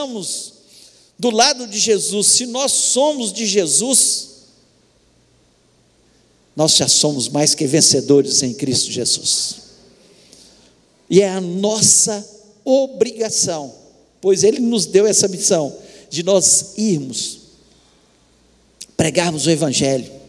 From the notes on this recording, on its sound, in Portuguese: Transmissão ao vivo do Culto de Adoração ao nosso Deus, realizado na Igreja Batista Moriá.